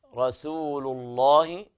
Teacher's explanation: ويلاحظ ترقيق السين حتى لا تتحول إلى صاد